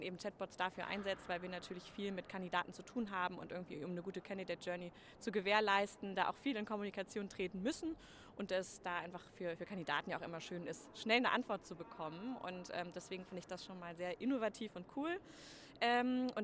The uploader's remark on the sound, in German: Live von der ZP Nord 2023